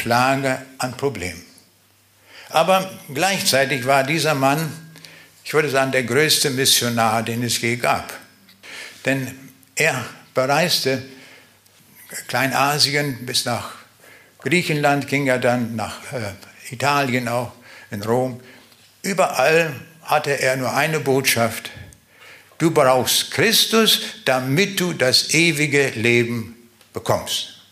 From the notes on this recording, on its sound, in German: Live Mitschnitt in Zavelstein.